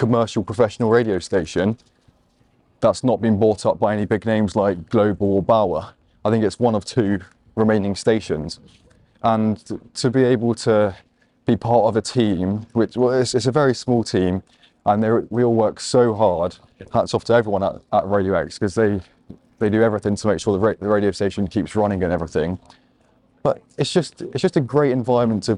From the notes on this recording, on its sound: Outside Exeter Cathedral for a chat. Recorded in Exeter, Devon.